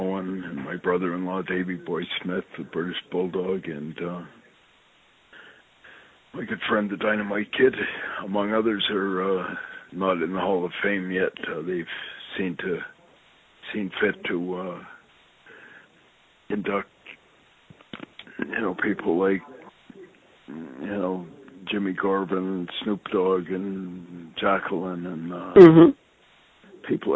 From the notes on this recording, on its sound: I sit down on the phone with my friend.